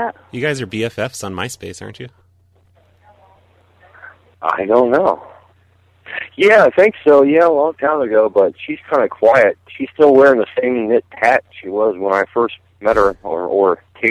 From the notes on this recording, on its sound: …'s Personal Prank Phone Calls Collection.